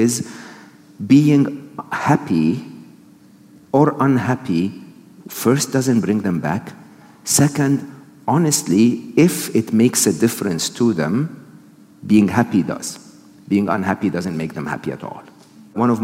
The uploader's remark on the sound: This episode was recorded live at Shoreditch Town Hall on 5th October 2022